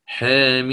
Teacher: فأنا سأقلل الألف وفتحة الحاء تبعا لها · Term: التقليل